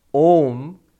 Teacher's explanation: A and U, when you pronounce after one after the other, together they make the Sanskrit letter O. A and U make the letter O, which is very fortunate because in English we have an O. · Term: Sandhi